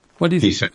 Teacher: with a high rising tentative tone